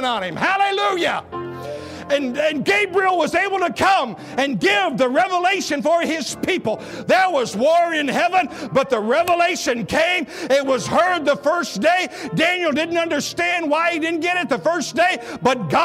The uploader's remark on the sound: at Victorious Life Church of God during the 11am Sunday morning service on February 5, 2017